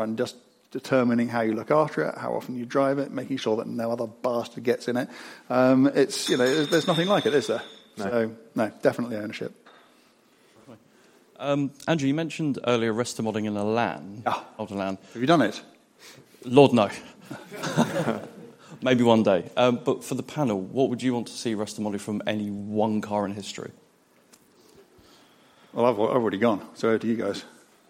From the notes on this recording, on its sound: Live from Henry's Car Barn. Questions from the live podcast audience.